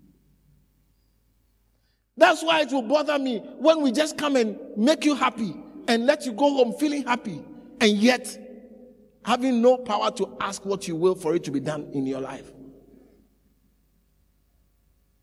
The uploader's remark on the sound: preached at the Living Waters Cathedral